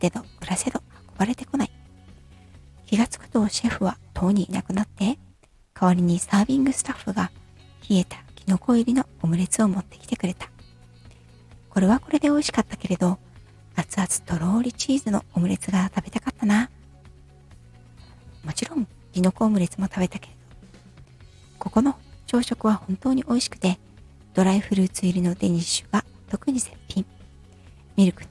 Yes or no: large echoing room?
no